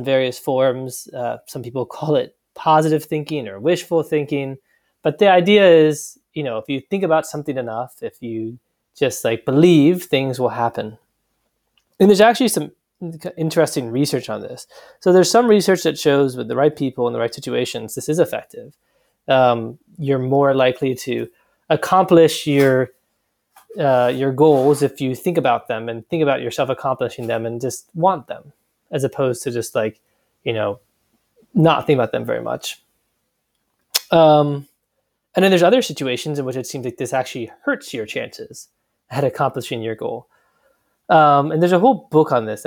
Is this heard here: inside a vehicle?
no